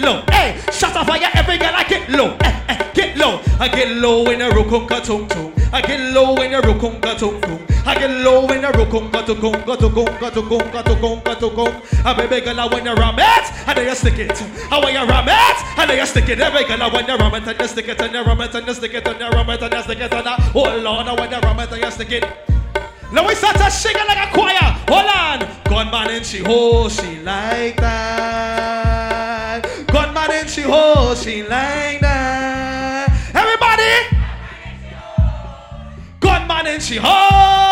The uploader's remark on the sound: Live At WHINE DOWN WEDNESDAYS 11.13.19